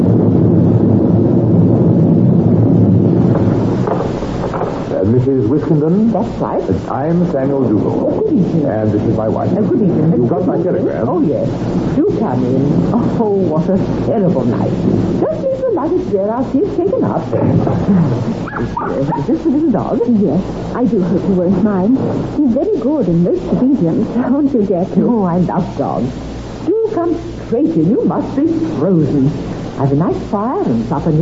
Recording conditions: poor sound quality